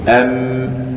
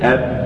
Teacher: انطق بحرف الميم وسد أنفك تسد الخيشوم، فإن سددت لا تكتمل الميم. · Term: الغنة